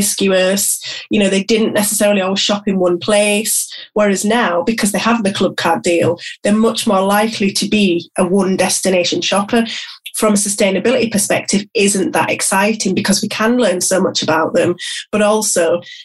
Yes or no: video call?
yes